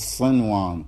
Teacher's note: لابد أن تقول صنوان تظهر النون